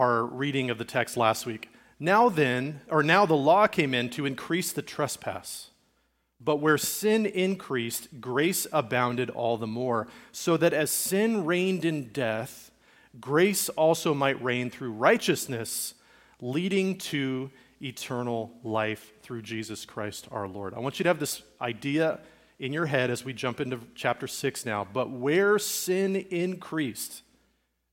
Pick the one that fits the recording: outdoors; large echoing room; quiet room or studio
large echoing room